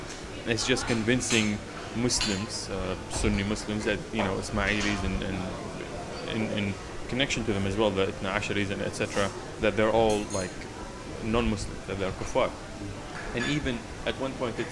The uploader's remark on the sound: This show we go out in the field (and over the phone sometimes) to interview a few of the book clubs around Sydney.